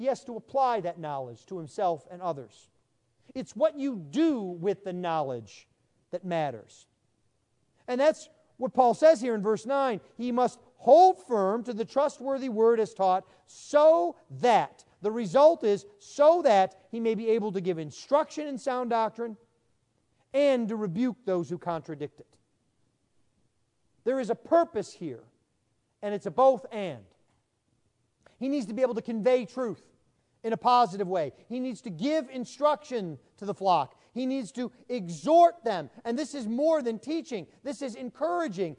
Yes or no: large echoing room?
yes